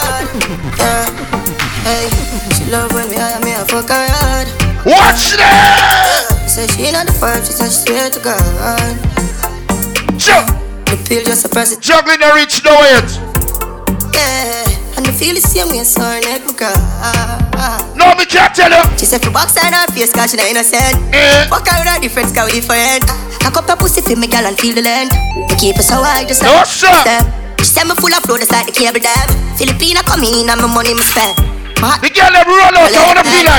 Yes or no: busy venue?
yes